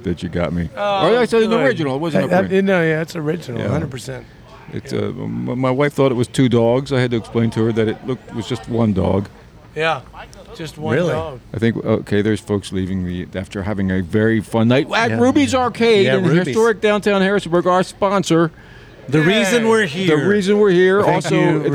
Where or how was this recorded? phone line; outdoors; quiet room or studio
outdoors